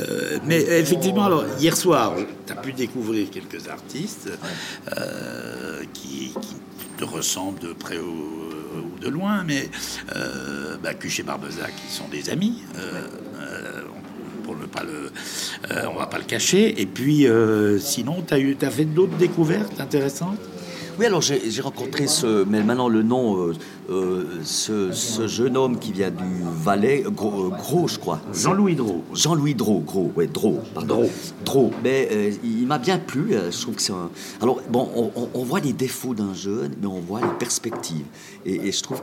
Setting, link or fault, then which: setting, busy venue